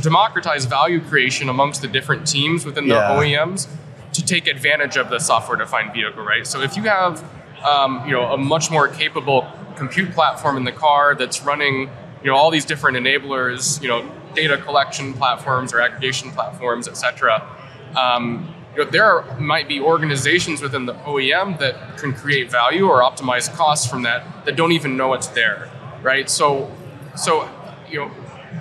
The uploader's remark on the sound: Live from AutoTech: Detroit